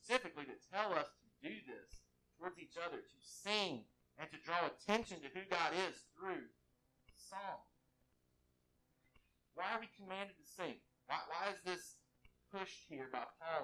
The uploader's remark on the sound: WE APOLOGIZE FOR THIS PODCAST'S POOR AUDIO. WE ARE ACTIVELY WORKING TO CORRECT THE ISSUE.